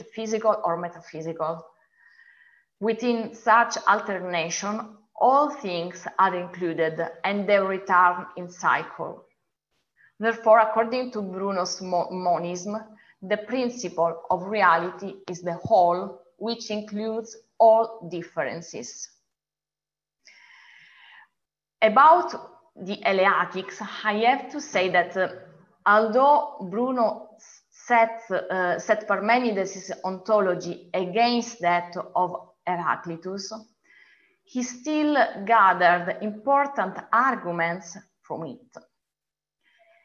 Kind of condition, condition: link, video call